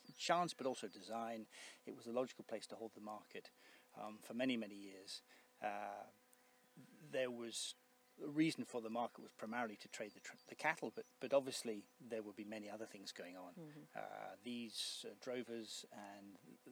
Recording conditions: outdoors